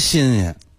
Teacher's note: 把那个鲜字给它轻声化了